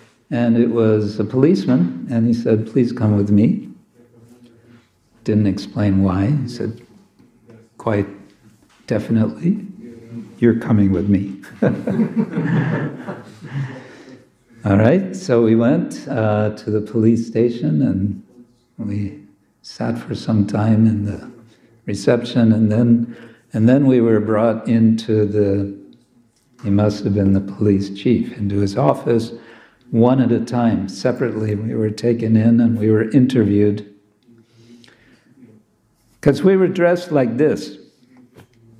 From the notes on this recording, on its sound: Friday evening lecture from ISKCON Zagreb